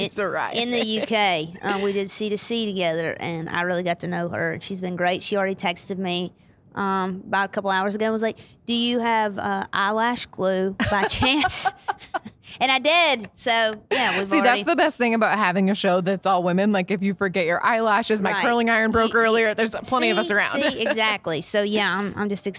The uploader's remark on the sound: backstage at Audacy's Leading Ladies Live